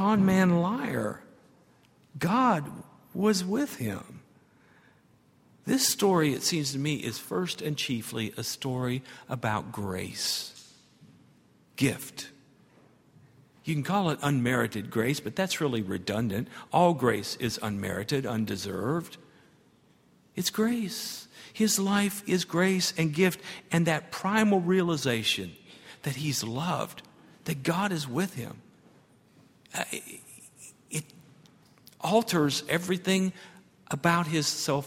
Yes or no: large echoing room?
yes